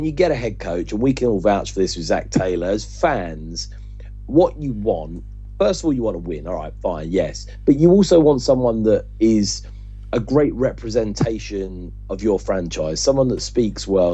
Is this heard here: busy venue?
no